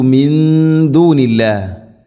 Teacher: സാക്കിനാ നൂന് ശേഷം ദാൽ ഇഖ്ഫാ ബിഗുന്ന, നൂനിനെ അവ്യക്തമാക്കി മണിക്കണം